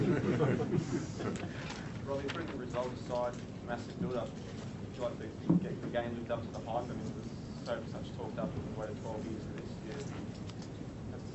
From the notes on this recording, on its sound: Wallabies Press Conference In Full. Full press conference following first Lions Test in Brisbane.